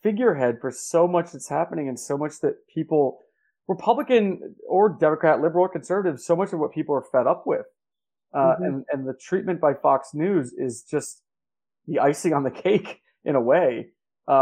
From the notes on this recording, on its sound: Unfortunately the mic quality is low in this interview, on account of a tech mishap.